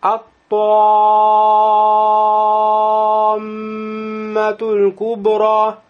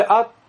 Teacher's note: Когда мим удвоенная, то есть буква удвоенная, как правило, первая буква будет у нас сякина с сукуном. Это есть причина долготы. Но сукун постоянный, поэтому долгота является здесь ваджиб обязательно.